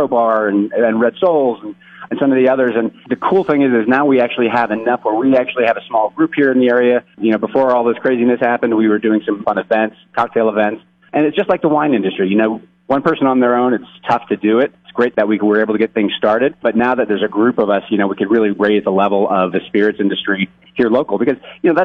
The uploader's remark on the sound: called into the morning show today